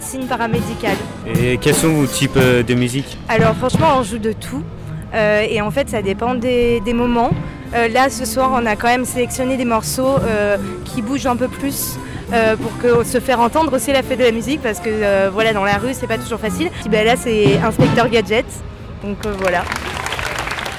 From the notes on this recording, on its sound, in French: Ils vous emmènent de la place Maréchal Lyautey jusqu’aux Terreaux à travers différents styles musicaux et au gré des rencontres avec le public et les artistes.